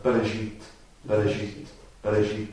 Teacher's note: Und während da diese zwei Senkrechten sind im Übrigen nur so ein Schwa-Laut, ein E, das fast nicht ausgesprochen wird